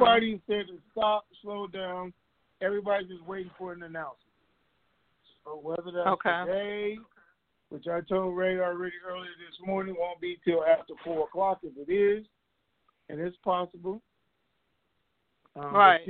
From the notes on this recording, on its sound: TNTSuperfantastic Conference Call